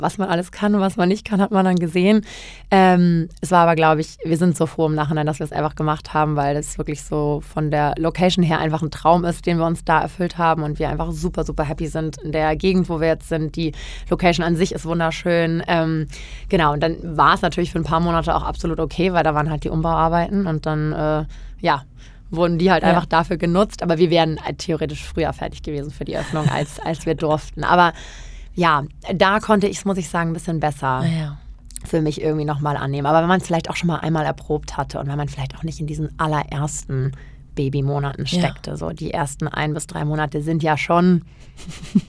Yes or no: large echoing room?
no